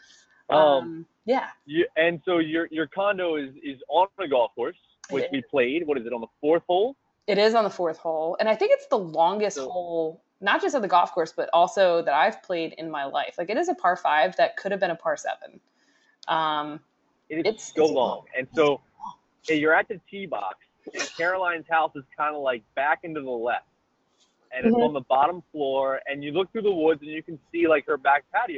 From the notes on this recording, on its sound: On the Road. We realize the audio is bad, it was a test.